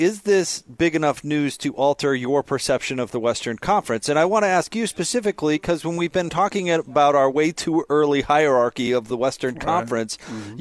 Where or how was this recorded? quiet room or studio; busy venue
busy venue